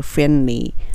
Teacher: R をしっかり聞かせるのと、L は歯の裏につける